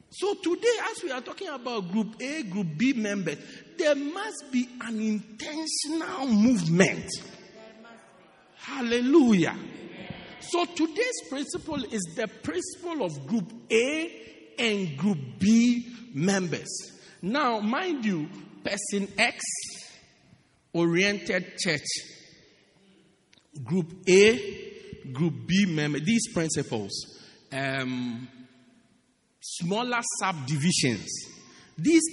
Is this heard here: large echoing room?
yes